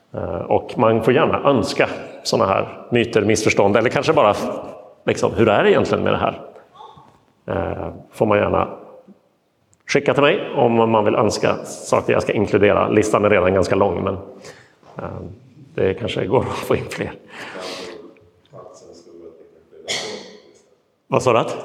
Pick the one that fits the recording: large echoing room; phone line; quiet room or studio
large echoing room